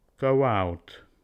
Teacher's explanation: we add W in a VV connection to leave a VC connection